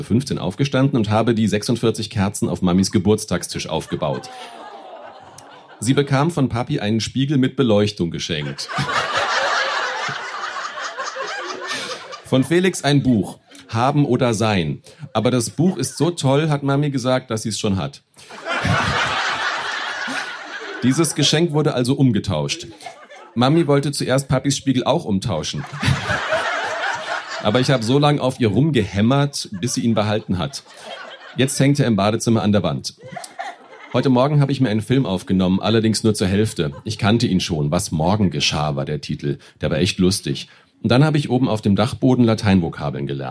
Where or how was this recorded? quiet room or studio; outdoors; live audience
live audience